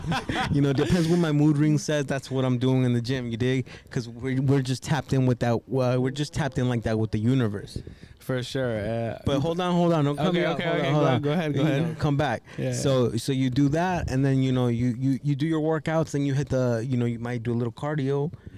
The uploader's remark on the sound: Outside Happy Easter Sunday. We're literally outside this episode!!!